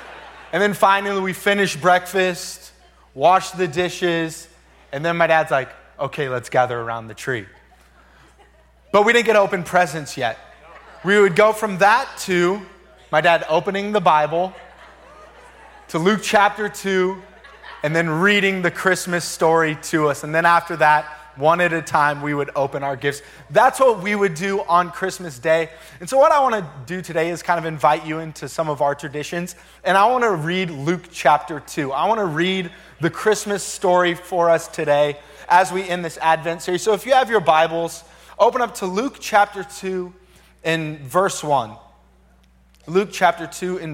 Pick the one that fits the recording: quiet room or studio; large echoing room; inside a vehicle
large echoing room